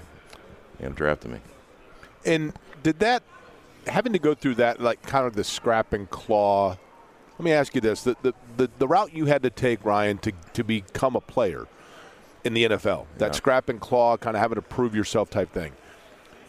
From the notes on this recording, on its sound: joins the guys live at the Combine